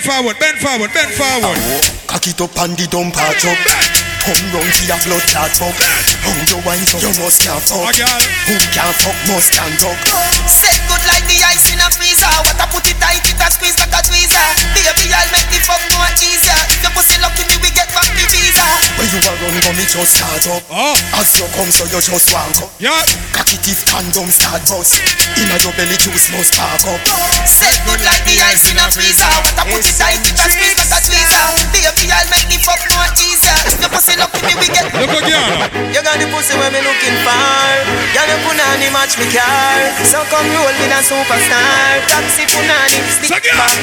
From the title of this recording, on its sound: LIVE AUDIO